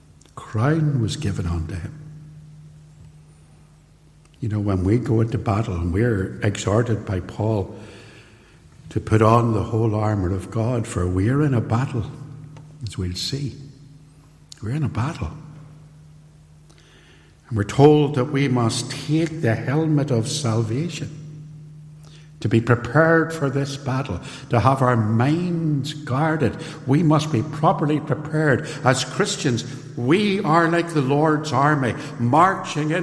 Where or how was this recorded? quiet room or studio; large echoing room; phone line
large echoing room